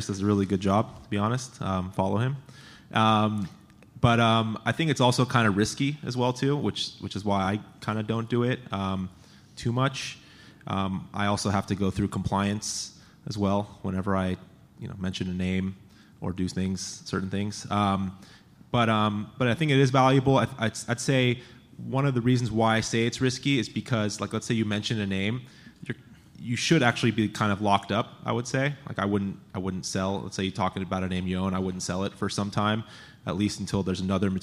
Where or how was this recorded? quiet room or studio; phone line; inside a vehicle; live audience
live audience